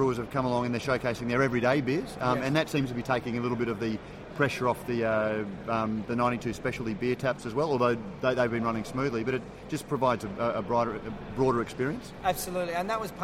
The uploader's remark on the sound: Radio Brews News live from GABS 2013. Live at the Great Australian Beer Spectapular.